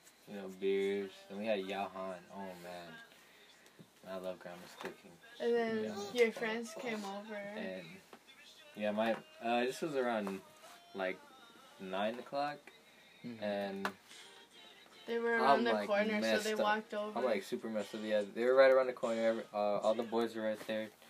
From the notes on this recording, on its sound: There is a lot of background noise.